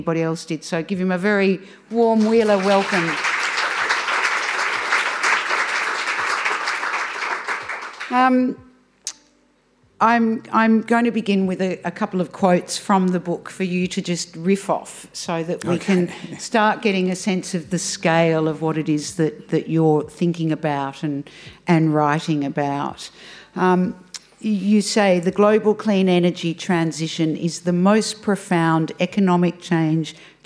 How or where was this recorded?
live audience